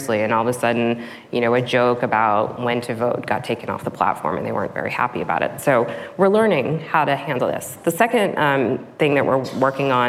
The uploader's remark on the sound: Live at Code 2019